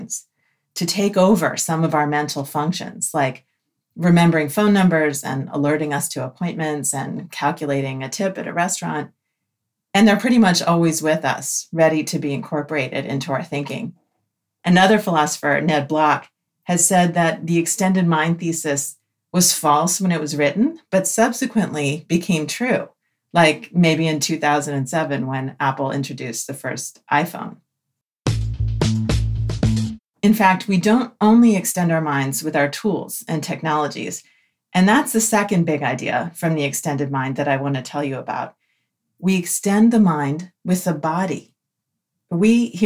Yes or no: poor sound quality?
no